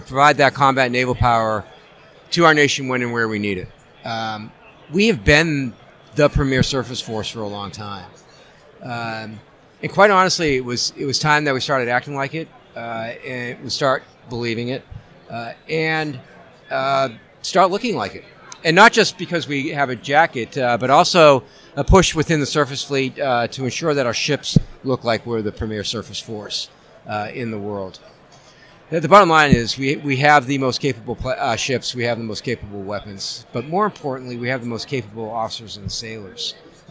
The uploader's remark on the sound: The Ship Boss Live from SNA.